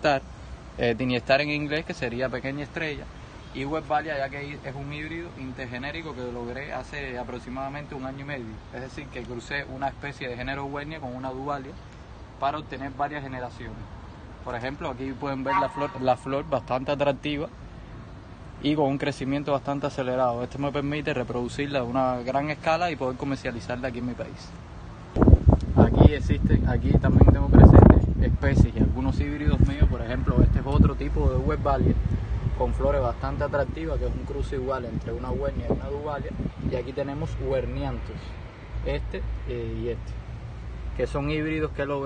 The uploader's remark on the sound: Excuse the noise caused by the wind blowing hard on the roof of my home.